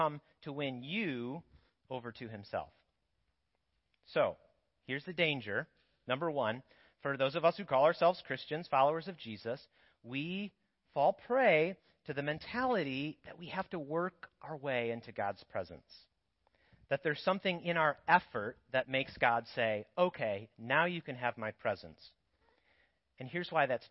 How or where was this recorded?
large echoing room